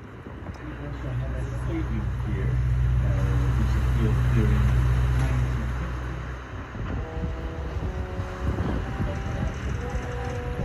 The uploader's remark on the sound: Daydream in Istanbul. X ATOLYE Tattoo & Art Gallery. The rooftop with give you some of the best sights and sounds of the Karakoy neighborhood.